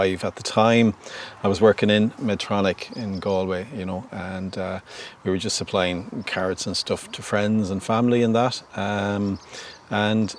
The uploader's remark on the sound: Venture outdoors and record this special episode, on-location in the farmyard at Green Earth Organics in Corrandulla, Co. Galway.